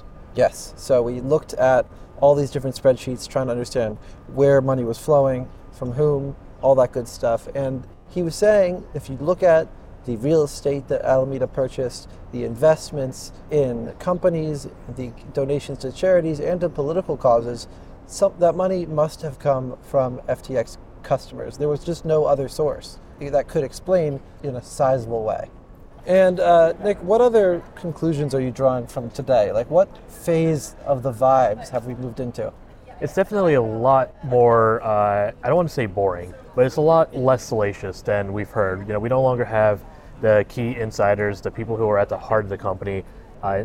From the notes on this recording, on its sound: Inside a bar, pardon the noise.